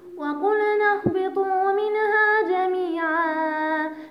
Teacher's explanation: النون الساكنة أتت بعد حرف الهاء والهاء من حروف الإظهار، فنطقنا بالنون الساكنة ظاهرة